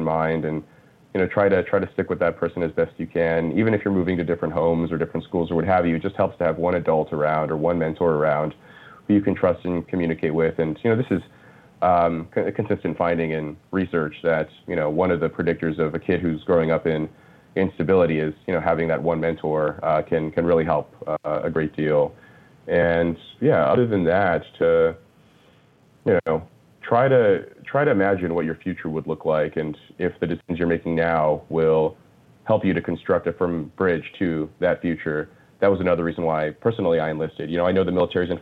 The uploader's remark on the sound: we take your calls in open phones across America